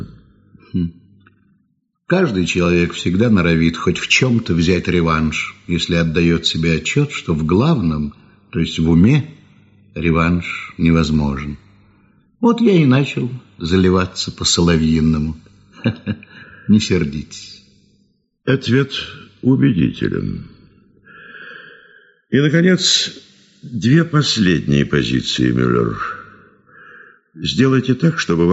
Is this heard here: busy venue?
no